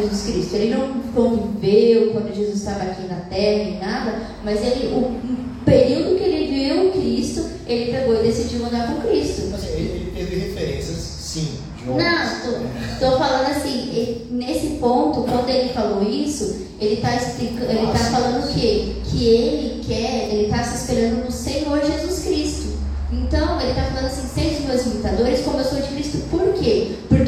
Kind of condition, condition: setting, large echoing room